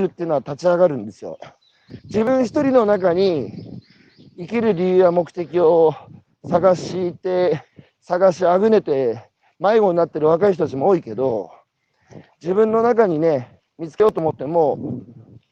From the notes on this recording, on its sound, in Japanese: 歩きながら1時間、対談する